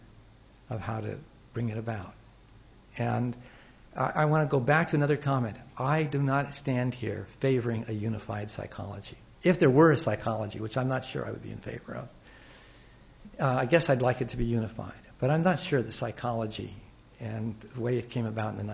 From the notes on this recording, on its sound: Recorded on 16 May 2007 at Old Theatre, Old Building